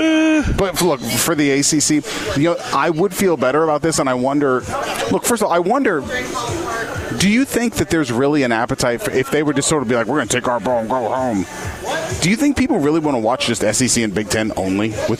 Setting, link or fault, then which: setting, busy venue